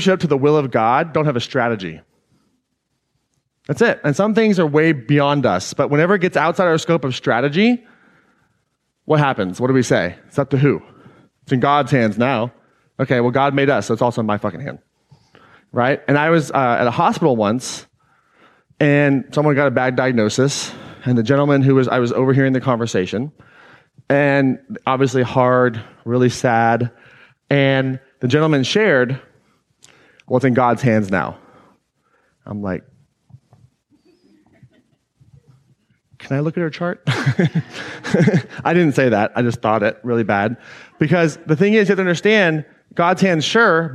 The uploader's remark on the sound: Today’s episode is an excerpt taken from Claim Your Power Live earlier this year.